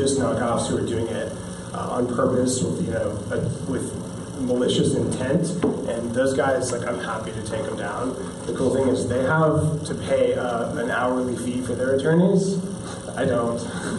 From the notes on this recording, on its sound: This special episode of Bulletproof Radio is a recording of a speech. At the World Entrepreneur Forum in Bear Mountain, Canada. To a group of over 100 of the world's hungriest entrepreneurs.